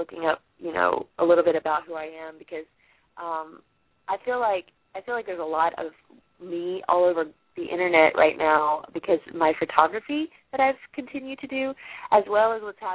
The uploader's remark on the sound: a live call in weekly radio show